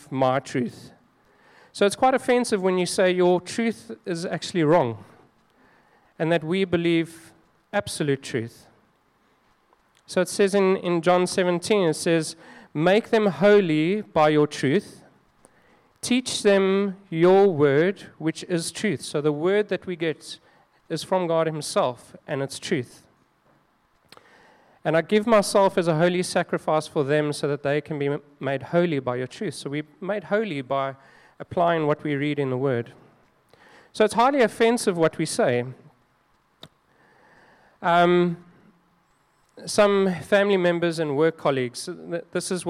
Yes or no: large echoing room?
yes